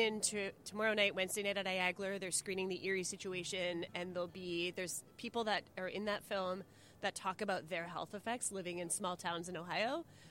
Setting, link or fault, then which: setting, busy venue